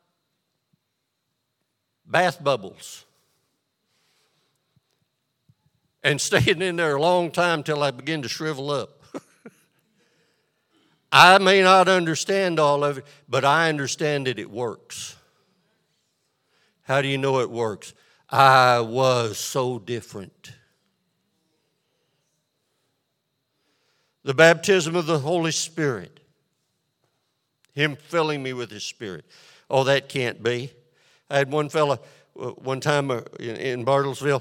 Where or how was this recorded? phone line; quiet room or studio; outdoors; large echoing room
large echoing room